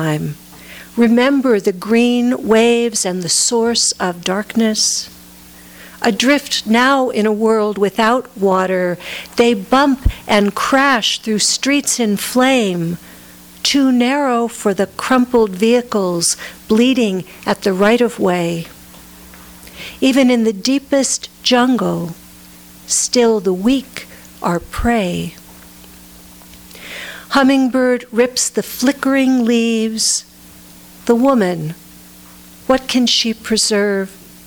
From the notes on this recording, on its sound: FREE READING FOR NATIONAL POETRY MONTH. THIS EVENT WAS RECORDED LIVE AT SKYLIGHT BOOKS.